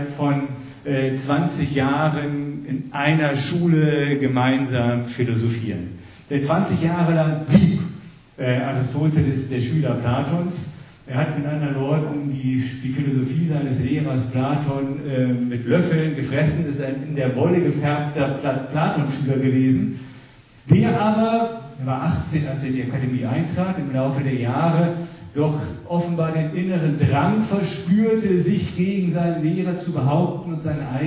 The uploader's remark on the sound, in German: Die Aufnahmen sind Livemitschnitte seiner Vorträge im Kanzlerpalais in Fulda aus dem Jahr 2015.